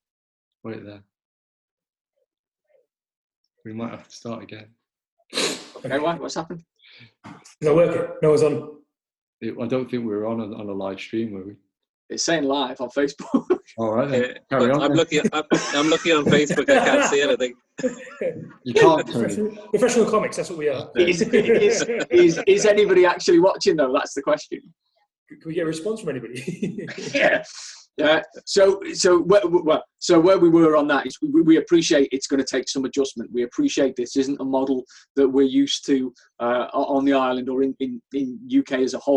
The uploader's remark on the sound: Q&A session the Sporting Club carried out on Facebook LIVE.